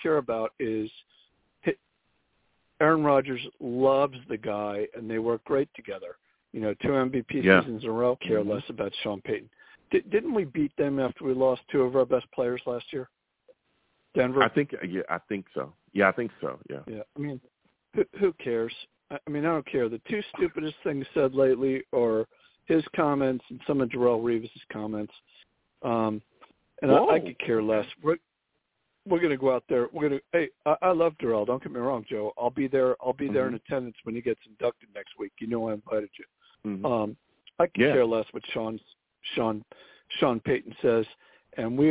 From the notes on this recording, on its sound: I take live callers!